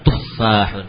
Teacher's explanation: Fa-nya ditasydid lalu panjang.